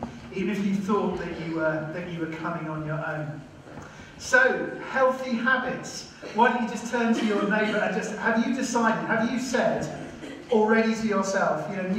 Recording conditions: poor sound quality